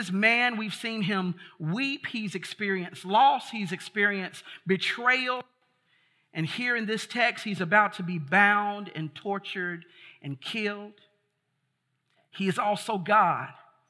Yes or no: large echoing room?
yes